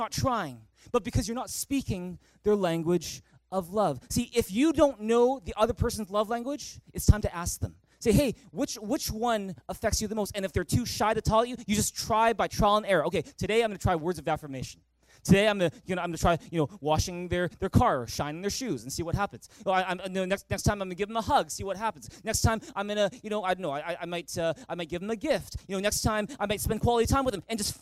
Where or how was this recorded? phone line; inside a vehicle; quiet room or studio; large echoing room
large echoing room